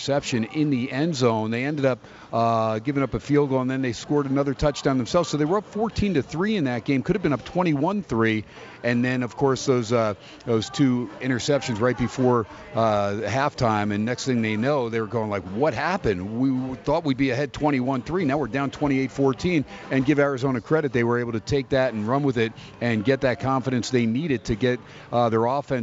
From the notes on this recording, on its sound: "Live" from Steiners Pub